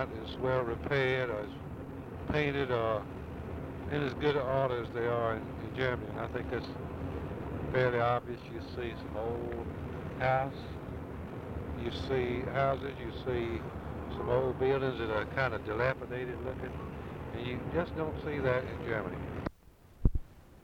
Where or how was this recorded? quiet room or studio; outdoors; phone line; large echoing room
outdoors